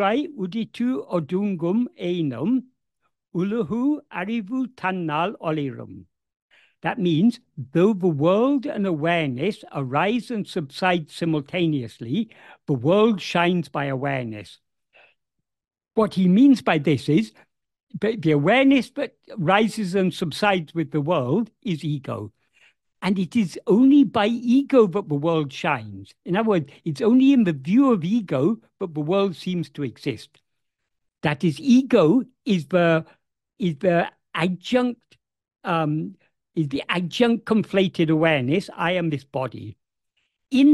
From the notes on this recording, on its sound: In a Zoom meeting with Sri Ramana Center, Houston